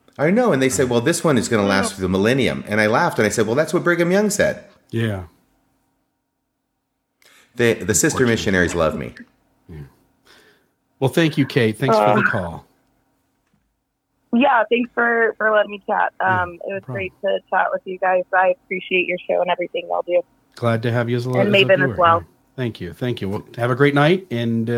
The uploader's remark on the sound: The ultimate talk show that delves into the messiness of Mormon history and theology while also tackling current events with a live call-in section at the end of every episode.